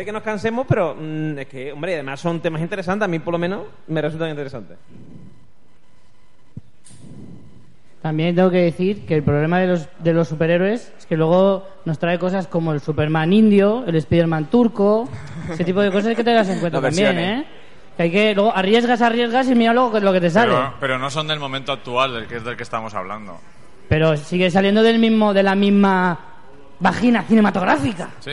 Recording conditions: live audience